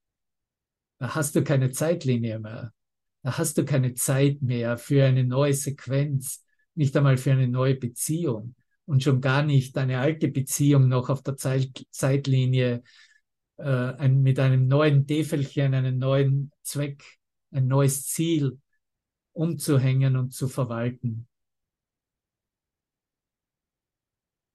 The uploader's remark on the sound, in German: Zoom-Session